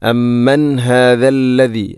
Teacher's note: ഹാഇൻ്റെ ശബ്ദം കൃത്യമായിരിക്കണം, തൊണ്ടയുടെ ഏറ്റവും അടിഭാഗം